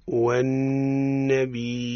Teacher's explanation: ما حكم النون المشددة؟ إظهار الغنة فيها سيدي